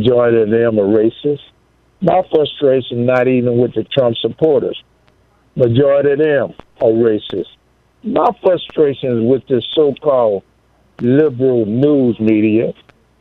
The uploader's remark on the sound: Listeners call